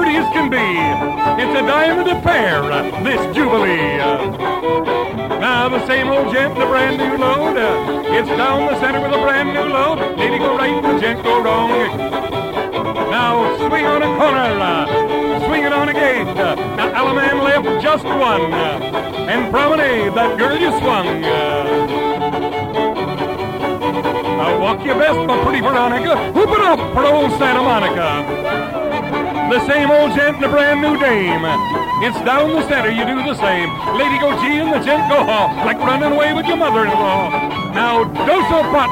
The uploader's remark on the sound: Live Dance Recording of Santa Monica Jubilee (1950). Calling a dance live.